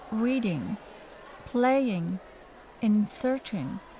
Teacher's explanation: there's no g at the end